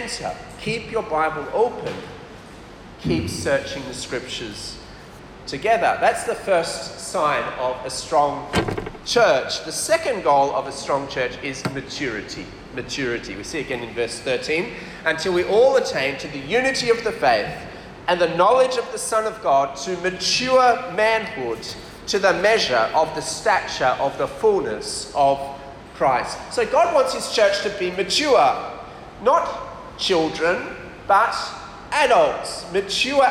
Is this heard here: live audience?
yes